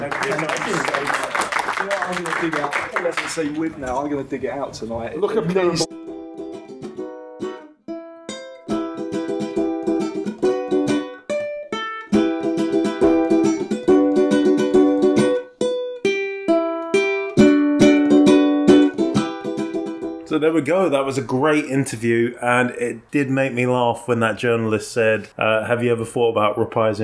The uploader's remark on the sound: Recorded today at MCM London. Recorded today at MCM London.